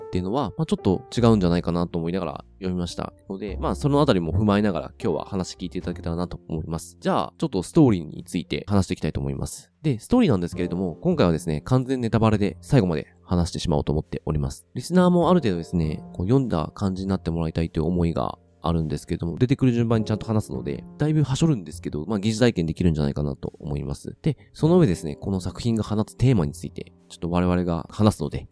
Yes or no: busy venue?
no